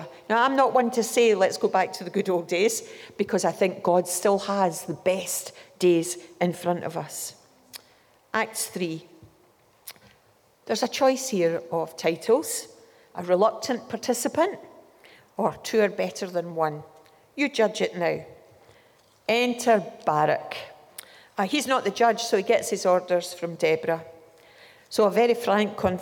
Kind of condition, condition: setting, live audience